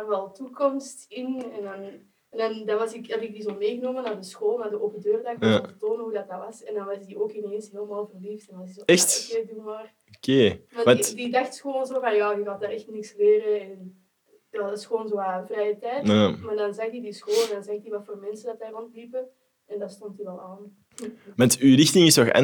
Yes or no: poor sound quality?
yes